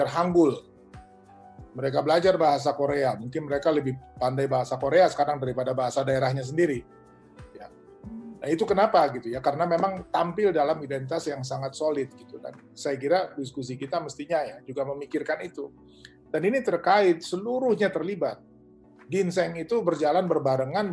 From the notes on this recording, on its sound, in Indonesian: rekaman diskusi bersama di dalam acara Diskusi Sambil Ngopi di Rumah Aja Kita yang telah diadakan oleh Pusat Penelitian Arkeologi Nasional secara daring melalui platform Zoom